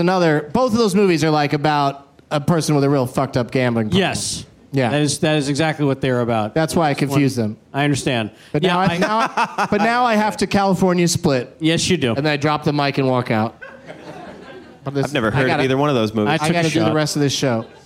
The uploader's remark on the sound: Live from the Traverse City Film Festival